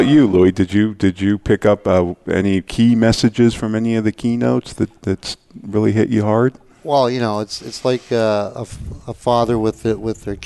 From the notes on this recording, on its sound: Live Broadcast at the The IPBC IGNITE Conference. 2016 IPBC Ignite Confrence.